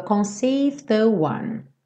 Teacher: a gente não pronuncia o E e terminaria com o D, consoante oclusiva, e ele já emenda no the one. Então, soa conceived the one.